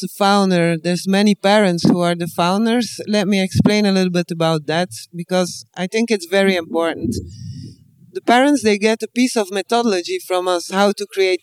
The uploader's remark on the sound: The EIB Institute’s Social Innovation Tournament. Live from the event in Stockholm.